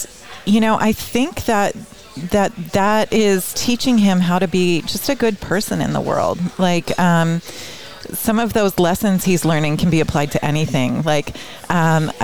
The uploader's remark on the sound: Recorded in the Center of the Coachella Valley universe, Skip Paige’s Little Bar.